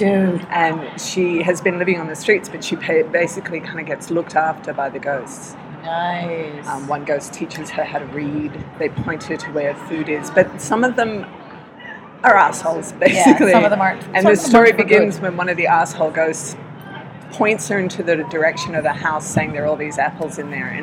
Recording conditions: busy venue